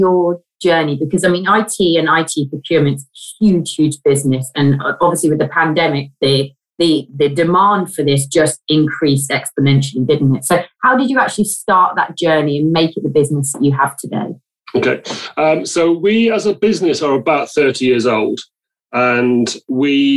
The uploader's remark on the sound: Our podcasts are currently being recorded purely via online conferencing platforms, we apologise for any minor sound quality issues.